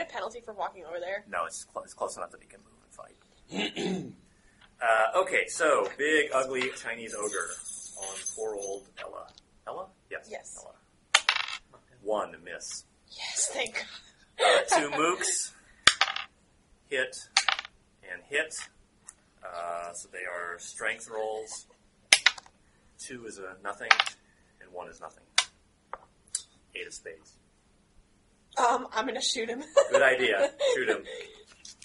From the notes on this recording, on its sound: Note that the recorder ran out of space towards the end of the fight, but the session ended shortly thereafter with the fight unresolved.